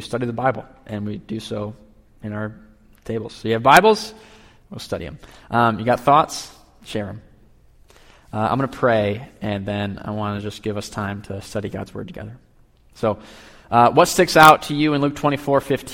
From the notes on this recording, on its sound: Peace Church is a family focused, Gospel centered, and Kingdom minded local church in Middleville, Michigan. These recordings are from our large group Bible study every Tuesday night.